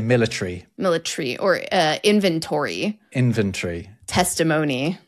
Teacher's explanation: That is proper, like, classic British vowel clipping.